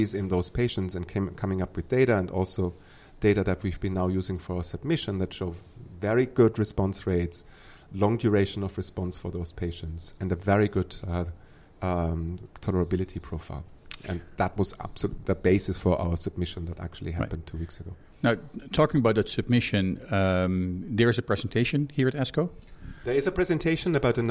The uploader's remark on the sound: Recorded during the Annual Meeting of the American Society of Clinical Oncology (ASCO), held in Chicago, Illinois, June 1 - 5, 2018. At this year’s ASCO meeting, nearly 40,000 attendees gathered.